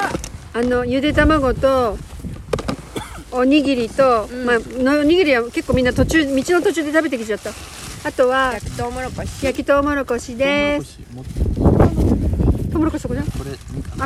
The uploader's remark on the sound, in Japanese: Pedra Grandeの頂上から。第79回は、Atibaiaにある岩山Pedra Grandeの上で収録しました！片道2時間ちょっとの適度にハードな登山。正直すごく寒かったです！